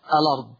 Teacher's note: تحذف الهمزة للتخفيف وناخد حركة الفتح ونضعها على اللام